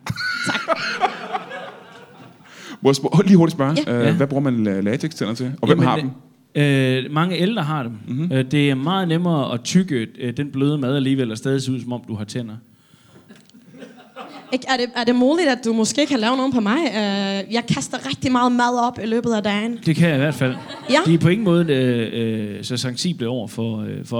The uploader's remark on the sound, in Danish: LIVE fra Mojos Blues Bar